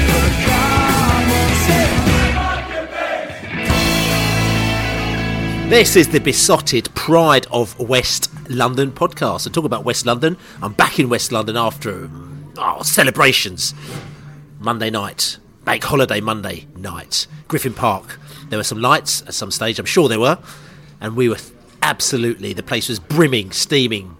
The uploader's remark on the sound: Leeds Celebratory Pre-Bolton Podcast from The Pub.